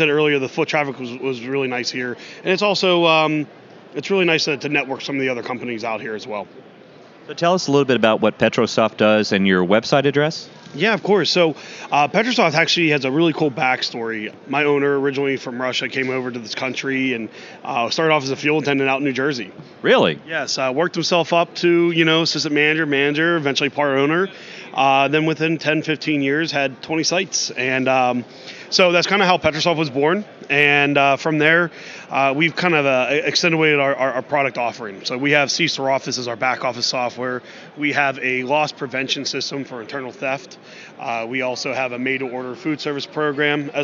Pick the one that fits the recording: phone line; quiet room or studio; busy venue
busy venue